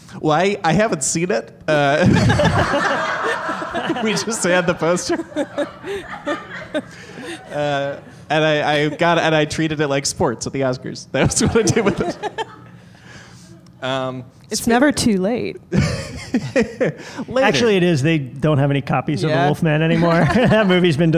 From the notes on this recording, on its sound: LIVE at UCB Sunset